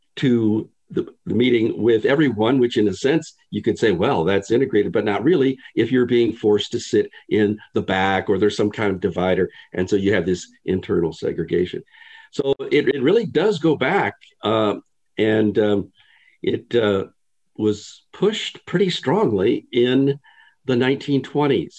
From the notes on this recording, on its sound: This interview was conducted over Zoom, and so the audio (and video) quality is...